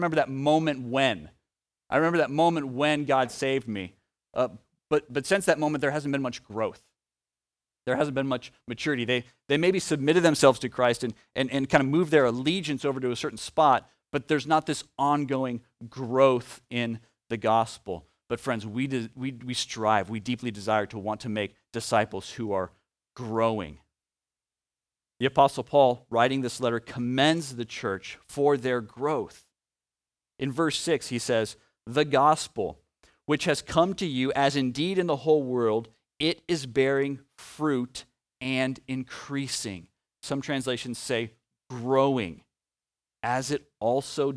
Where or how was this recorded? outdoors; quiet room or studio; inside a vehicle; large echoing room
large echoing room